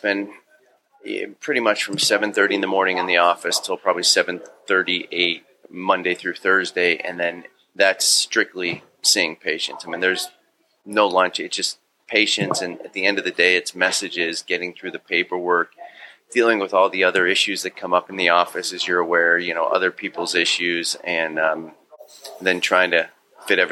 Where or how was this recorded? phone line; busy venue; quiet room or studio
busy venue